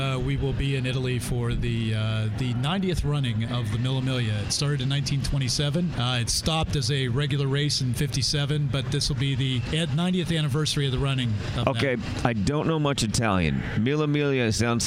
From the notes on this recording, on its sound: At the Shell Eco-Marathon in Detroit. Hit the road and head to the Motor City - Detroit, Michigan for the annual Shell Eco-marathon and the #MakeThe Future Festival.